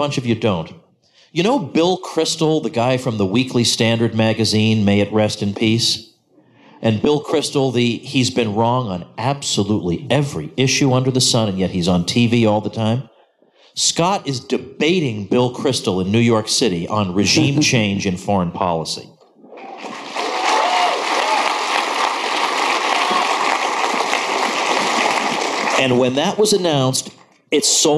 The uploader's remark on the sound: Event in Lake Jackson, Texas. Before a live audience.